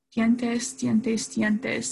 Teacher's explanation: tengo el hábito de overpronunciar mis T's en palabras y dar mucho énfasis en esa.